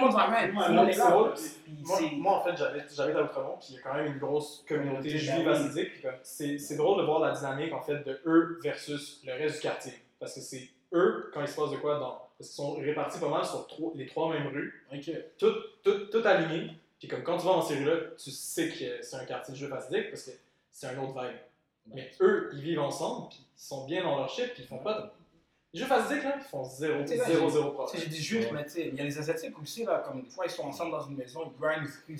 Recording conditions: poor microphone